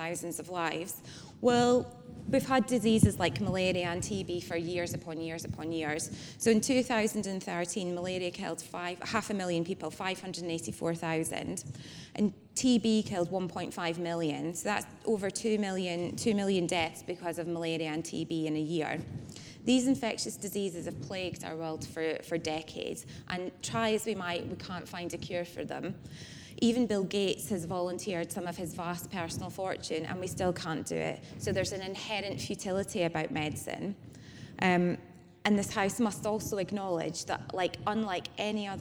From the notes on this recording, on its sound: During the Big Debate at BMJ Live in London last week six speakers argued for and against the motion. After presentations from the six speakers and questions from the floor, the audience voted in favour of the motion.